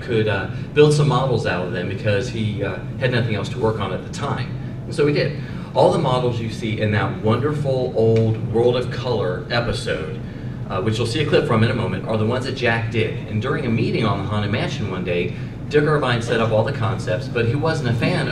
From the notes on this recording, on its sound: We recorded in front of a live audience at Dragon Con!